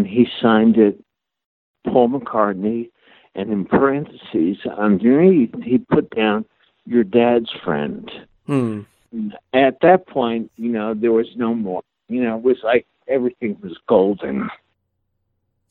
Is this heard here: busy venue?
no